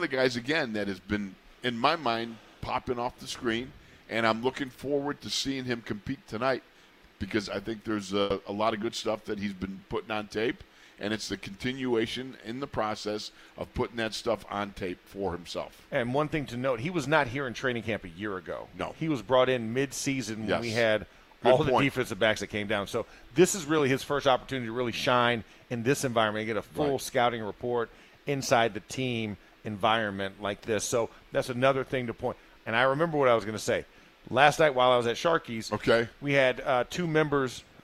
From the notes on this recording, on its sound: In the Locker Room live from Steelers Camp Day 8.